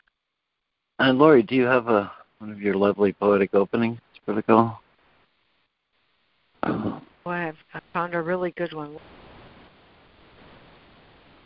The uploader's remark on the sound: ACIM Daily Conference Call.